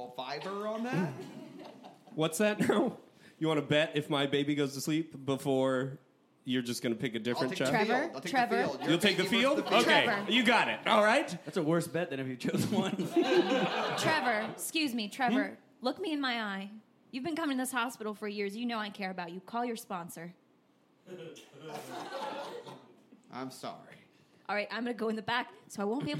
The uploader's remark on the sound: Recorded Live in New Orleans. A live episode recorded in front of a live audience at The New Movement Theater in New Orleans.